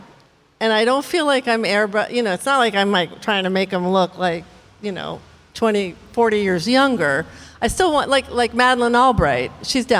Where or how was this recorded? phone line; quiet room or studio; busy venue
busy venue